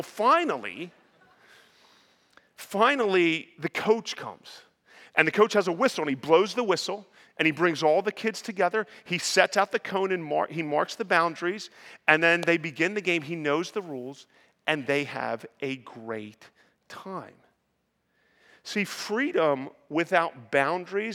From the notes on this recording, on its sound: Preached this sermon at Covenant Fellowship Church on June 25, 2023.